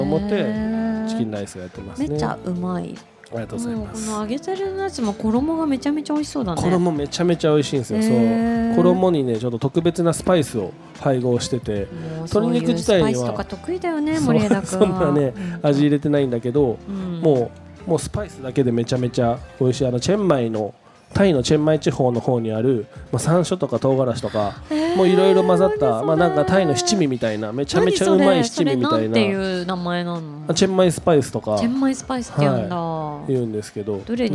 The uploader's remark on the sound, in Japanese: 番組がスタジオを飛び出して、虎ノ門ヒルズステーションタワーB2Fの「T-MARKET」へ出張収録をしてきました！素敵なフードと一緒にたっぷりお話した模様をお届けします。